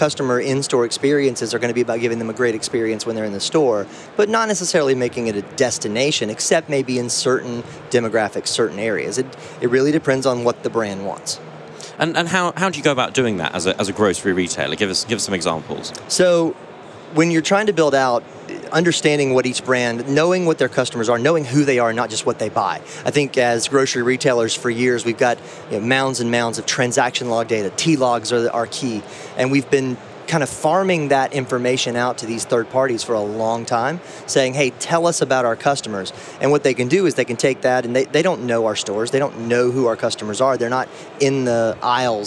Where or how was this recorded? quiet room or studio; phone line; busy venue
busy venue